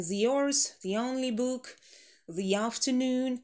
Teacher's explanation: Где-то у вас, кстати, звучит the на месте, перед гласной the hours, the only book, the afternoon, the гласная и связочка y, вот этот связующий между ними.